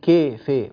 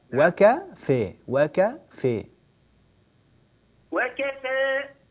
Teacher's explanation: الكاف ليست مقللة، الكاف مفتوحة · Shown in: second take